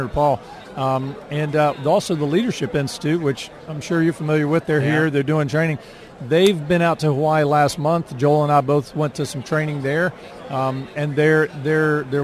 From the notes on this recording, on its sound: CPAC Day 1. Live from the Gaylord National Harbor in Washington D.C.